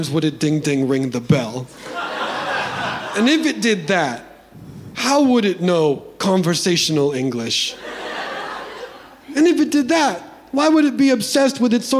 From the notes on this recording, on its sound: The following was recorded live at the Bourbon Room in Los Angeles as part of the Netflix is a Joke festival in 2022.